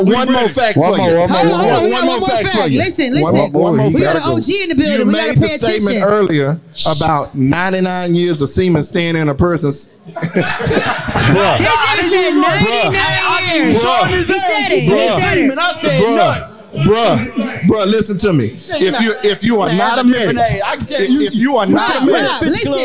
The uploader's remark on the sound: Rhythm Bar Houston Tx Live on Set. Very first Live Shoot on location.